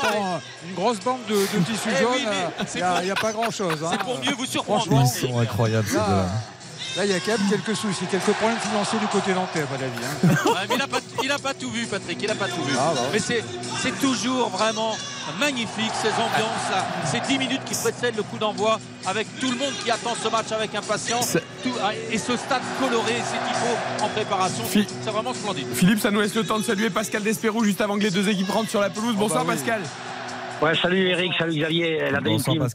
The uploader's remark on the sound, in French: en direct du stade de France